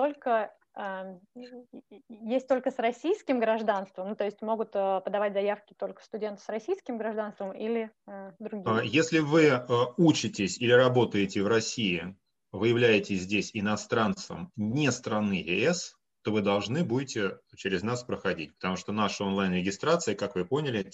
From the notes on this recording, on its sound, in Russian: Данный подкаст - запись вебинара, который проводили совместно Students International и Campus France. Представитель Campus France отвечает на вопросы слушателей.